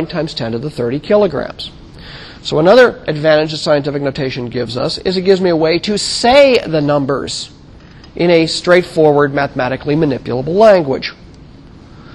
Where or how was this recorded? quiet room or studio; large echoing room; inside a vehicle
large echoing room